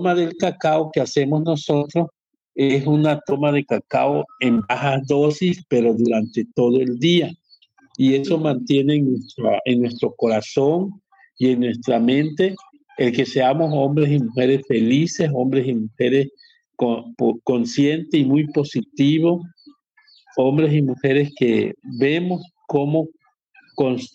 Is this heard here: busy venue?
no